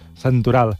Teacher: la N de santoral la tens, diguéssim, més enlairada, la llengua, darrere de les dents superiors. Santoral.